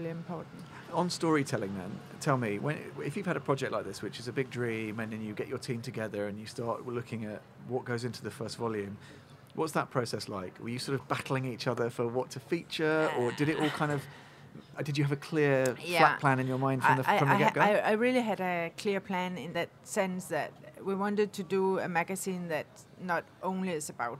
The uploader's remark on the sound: Live from Salone del Mobile